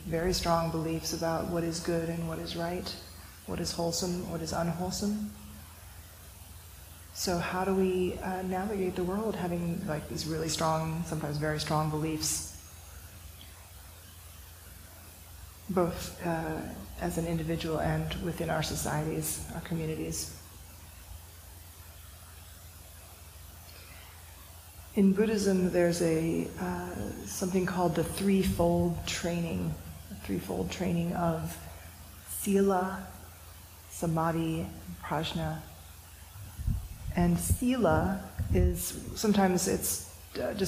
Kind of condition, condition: setting, large echoing room